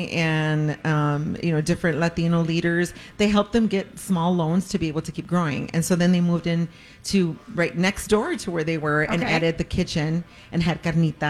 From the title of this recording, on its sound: LIVE From El Burrito Mercado